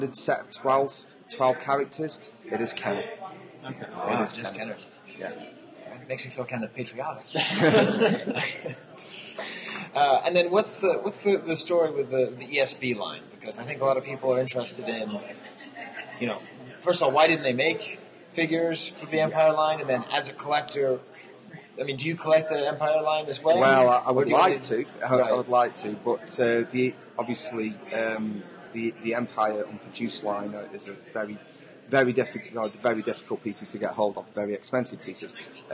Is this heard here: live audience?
yes